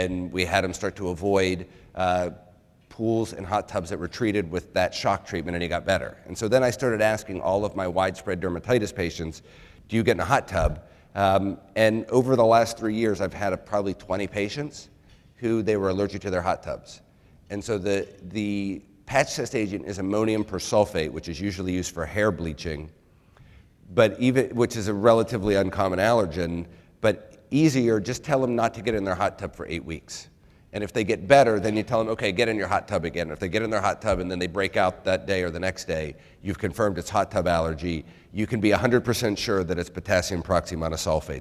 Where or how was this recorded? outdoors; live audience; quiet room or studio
live audience